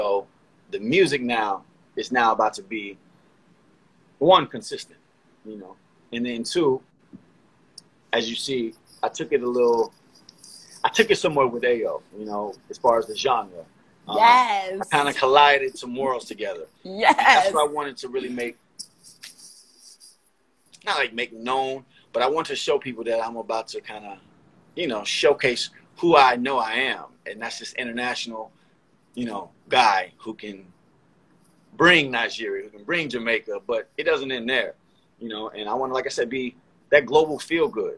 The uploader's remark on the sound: Joined us on IG Live.